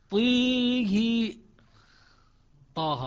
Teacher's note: فتصير هم الطاء مكسورة وهم الهاء مكسورة، فالألف يصير اضجاع بها في الموضعين